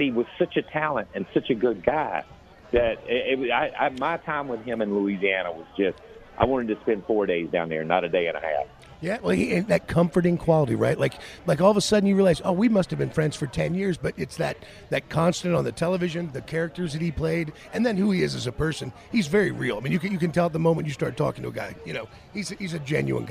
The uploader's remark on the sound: LIVE FROM STURGIS